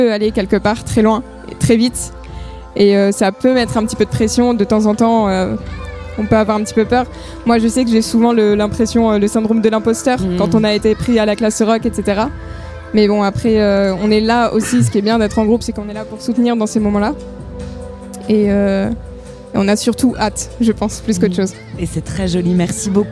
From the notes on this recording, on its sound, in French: En direct du TPA festival. Au micro de Tsugi Radio.